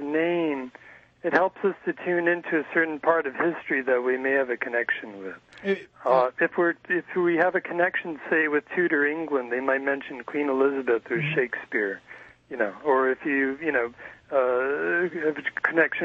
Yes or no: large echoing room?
no